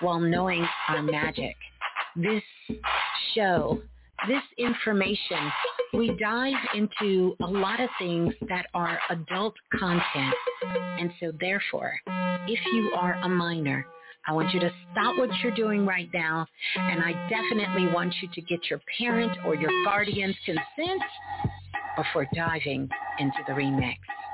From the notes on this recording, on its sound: Sunday Live. Call In Show.